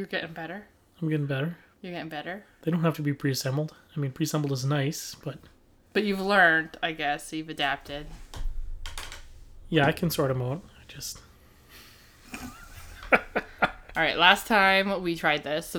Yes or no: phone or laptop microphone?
no